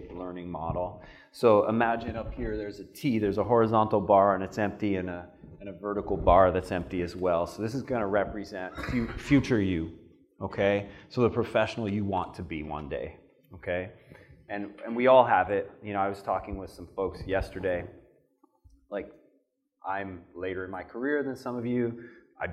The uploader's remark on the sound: This podcast was recorded during my my fireside conversation. At the Vigor Ground Fitness and Business Summit.